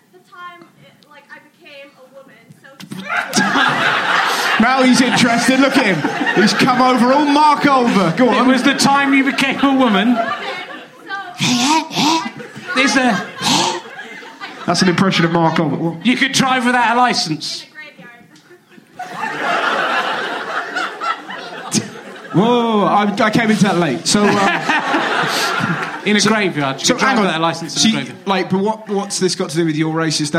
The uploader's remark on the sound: some audience interaction and some quite specific heckle put downs